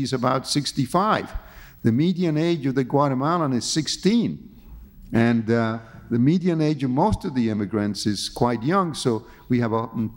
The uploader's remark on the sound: The conversation was recorded on April 8, 1992 at New York's 92nd Street Y.